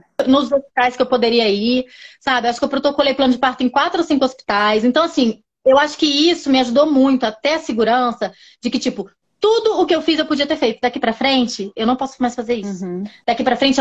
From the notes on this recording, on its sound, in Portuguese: A conversa foi gravada ao vivo pelo meu Instagram